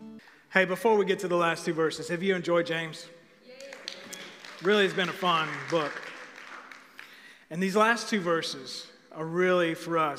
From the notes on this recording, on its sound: Recorded live on October 25, 2020 at The Fellowship at Two Rivers.